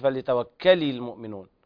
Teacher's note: فليتوكلي كده بتثبت ياء بعد اللام، لا تدفع الكاف